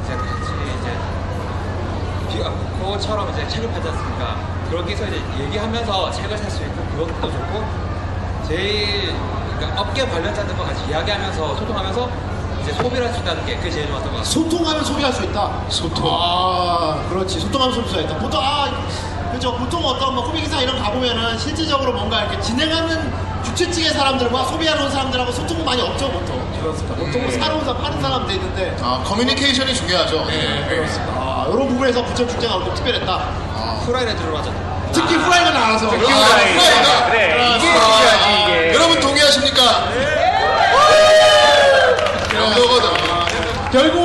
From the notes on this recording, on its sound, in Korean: 부천만화축제 Live